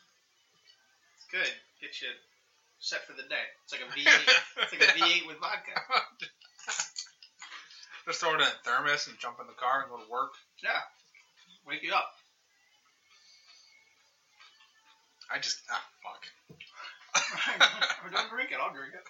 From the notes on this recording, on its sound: At his home office. There are some audio difficulties in this episode as we still need to tweak our “live” recordings.